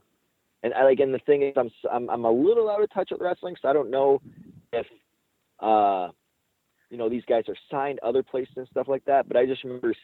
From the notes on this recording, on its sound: Impact Media Call. Impact Wrestling Media Call.